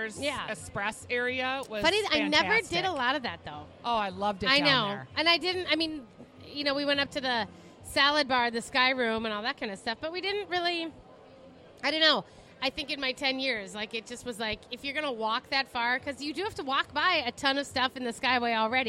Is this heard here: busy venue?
yes